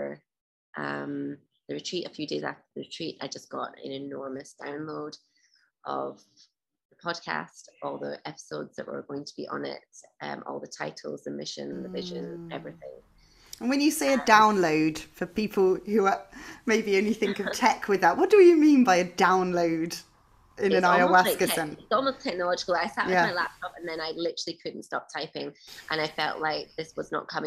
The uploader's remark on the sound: This was recorded in May 2022 over Zoom